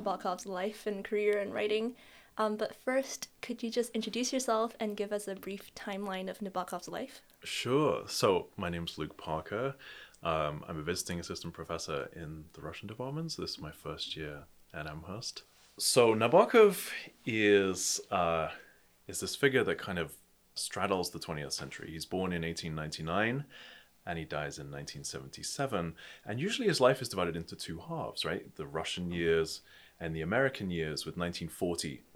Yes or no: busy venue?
no